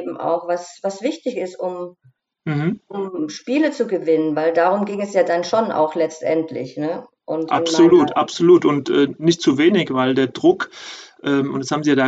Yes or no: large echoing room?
no